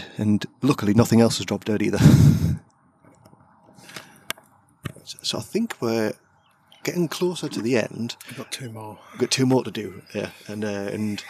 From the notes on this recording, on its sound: This is my first ever field recording of a podcast. I travelled to Leiscester to Turtle Lodge Healing.